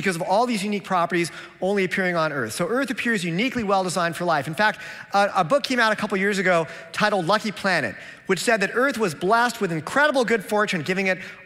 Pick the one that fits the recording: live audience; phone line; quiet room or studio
live audience